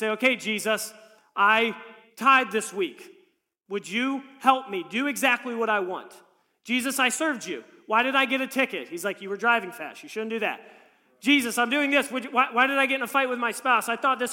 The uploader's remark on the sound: This message was preached on January 22, 2023 at FIVE39 Church.